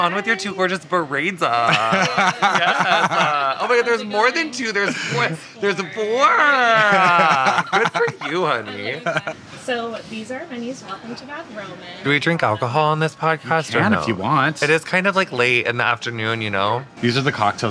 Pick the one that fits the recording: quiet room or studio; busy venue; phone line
busy venue